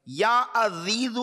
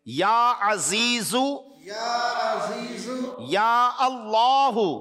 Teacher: اچھا یہ جو عزیزو ہے اس میں تھوڑی سیٹی کی آواز نکلے گی زا کی ادائیگی میں · Shown in: second take